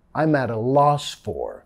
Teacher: Nota acá cuando lo decimos rápidamente, no vamos a decir I'm at a más I'm at a. I'm at a, vinculando con la R suave de español